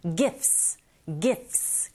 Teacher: 무성음 자음의 연속이죠. 세 개의 자음이 쭈르륵 연결될 땐 중간에 t 사운드 거의 안 들리게 발음하시면 됩니다. Gifts. Gifts.